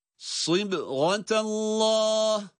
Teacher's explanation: Ve in tevellev fe innemâ hum fî şikâk feseyekfîkehumullâh وَهُوَ السَّمِيعُ الْعَلِيمُ صِبْغَةَ اللّٰهِ. Bakınız, sad harfi kalın, esreyle sı ama kendisinden sonraki ba ince ve kalkale harfi